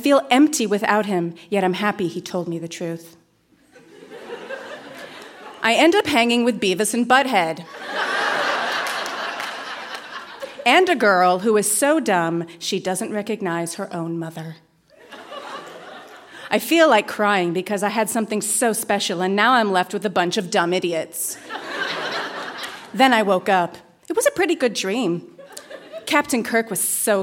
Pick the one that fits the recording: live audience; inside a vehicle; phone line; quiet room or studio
live audience